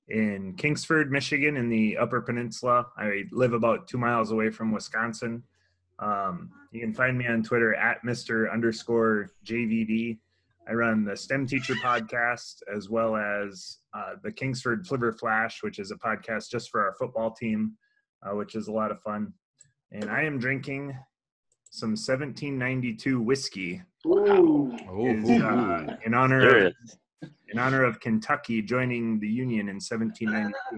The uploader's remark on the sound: Hosted a virtual happy hour on Zoom. As an escape from the isolation as a result of COVID-19.